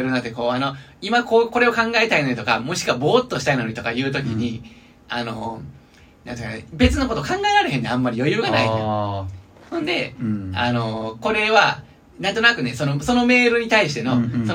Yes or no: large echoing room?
no